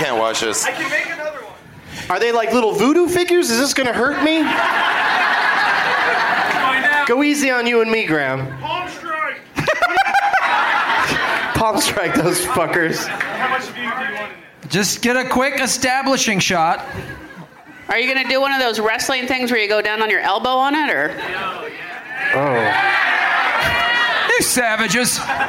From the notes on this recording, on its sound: Live from The Firebird in St. Louis, MO.